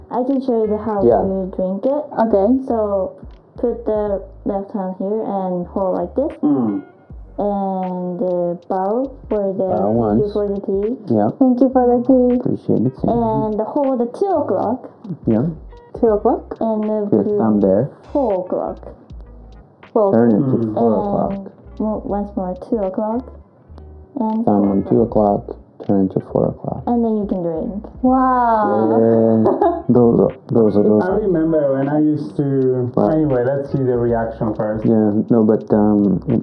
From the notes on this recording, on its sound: Sorry about the audio issues guys!!